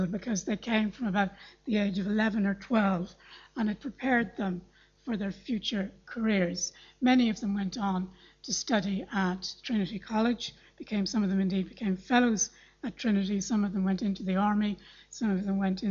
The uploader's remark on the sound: Library Lunchtime Lecture. Royal Irish Academy.